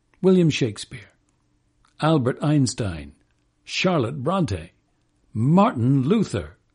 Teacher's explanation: If you were introducing some historical celebrities at an important event, you might do so completely unconsciously with an iambic phrase that's suddenly and dramatically inverted, disrupted by the trochees of their names